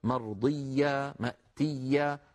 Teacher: فالياء لا ينحبس صوتها بل تكون مضاعفة. إيا فيها شدة وليس فيها شدة، فصوتها مستمر لا انقطاع فيه. · Term: حرف رخو